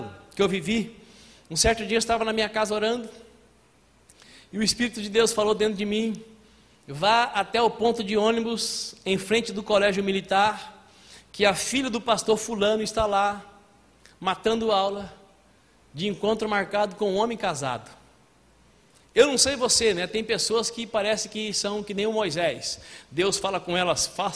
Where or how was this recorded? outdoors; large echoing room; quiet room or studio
large echoing room